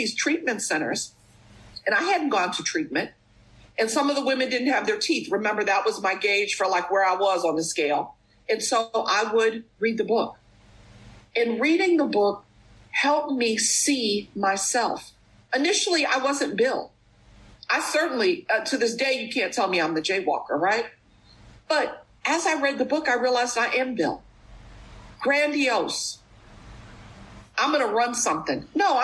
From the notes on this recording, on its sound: at the Bronx Big Book zoom meeting